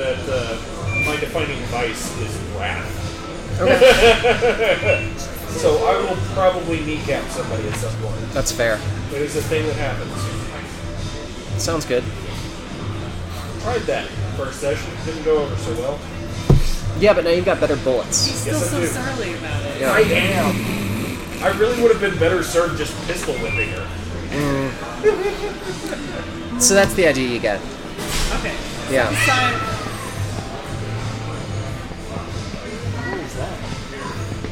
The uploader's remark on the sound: Note that this session was recorded at a local brewery, and on one of the EOR's old USB mics, so the quality isn't up to our usual standards.